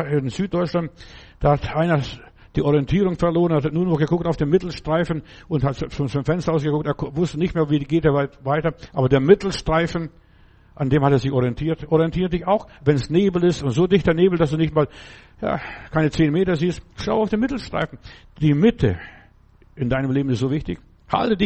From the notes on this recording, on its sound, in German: im Gemeinde-Zentrum in Berlin aufgenommen